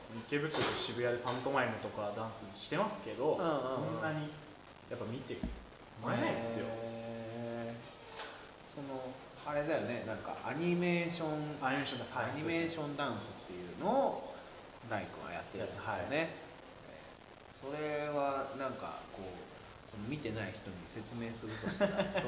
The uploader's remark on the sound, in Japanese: イベントの空き時間に収録